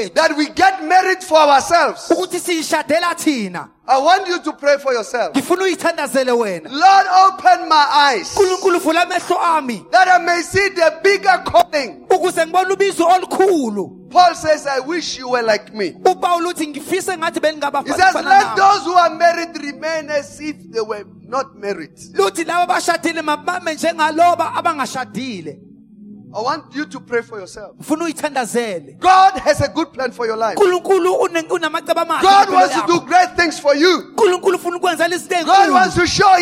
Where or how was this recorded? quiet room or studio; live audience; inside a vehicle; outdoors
live audience